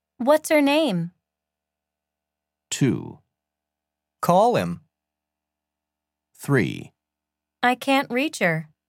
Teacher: Notice how the beginning H in each pronoun is silent. Also notice how the vowel in the pronoun links over the silent H to the word that comes before it. · Term: Silent letter H